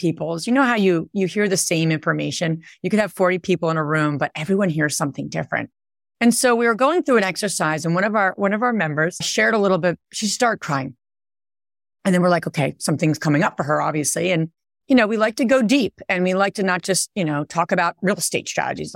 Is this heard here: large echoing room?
no